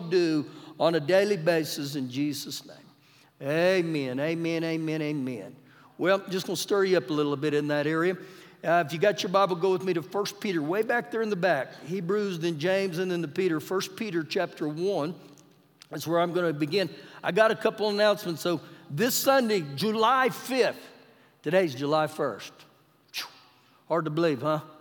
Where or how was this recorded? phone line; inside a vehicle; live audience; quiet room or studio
live audience